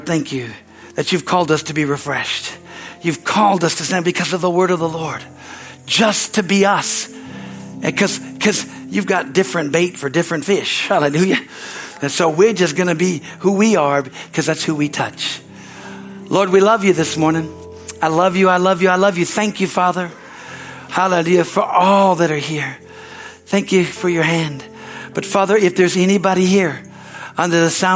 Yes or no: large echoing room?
yes